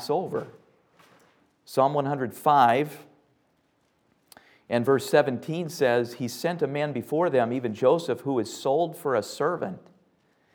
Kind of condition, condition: setting, large echoing room